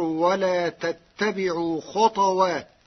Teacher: قرأ ورش كلمة خطوات بإسكان الطاء فتصير ولا تتبعوا خطوات، والإسكان والضم لبعض القبائل.